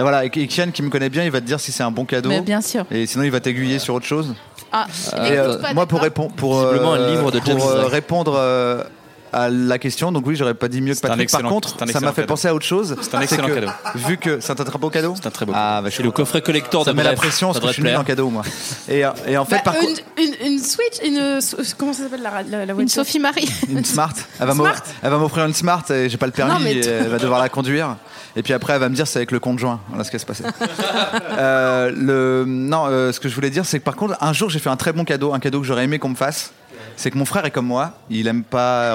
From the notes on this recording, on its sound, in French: Enregistré le 05 décembre 2018 au Pavillon des Canaux (39 Quai de la Loire, Paris 19e).